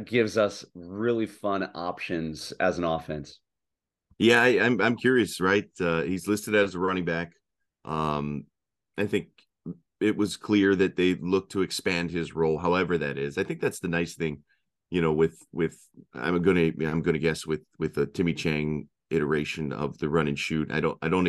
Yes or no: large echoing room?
no